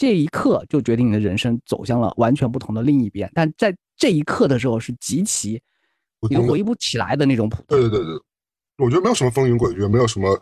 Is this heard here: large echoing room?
no